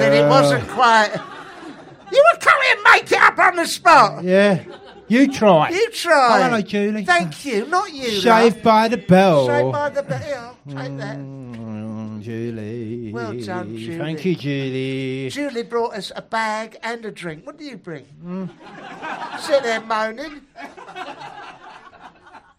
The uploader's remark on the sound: Live potcast, recorded LIVE in London's 'glittering' West End, in front of Princess Margaret and an audience of newlweds, Welsh people and birthday celebrants.